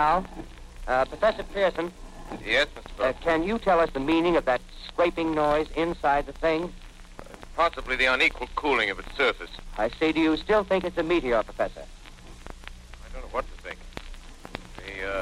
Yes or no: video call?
no